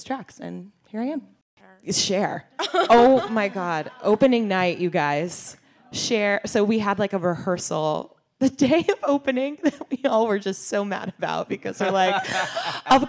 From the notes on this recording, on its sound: This quintet of triple threats sat down with us in front of a live audience at BroadwayCon 2019.